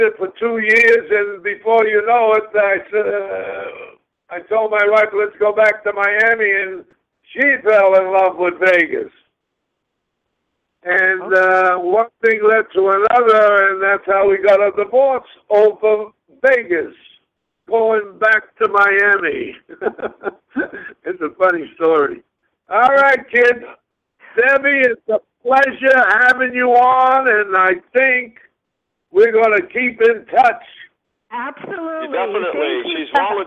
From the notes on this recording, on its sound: surprise guests are expected to call